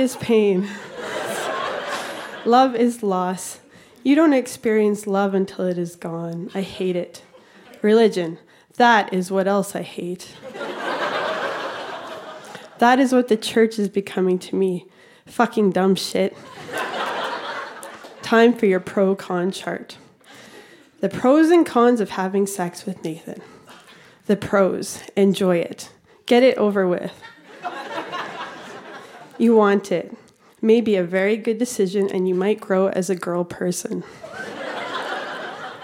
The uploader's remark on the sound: Recorded live at The Refinery in Saskatoon, SK.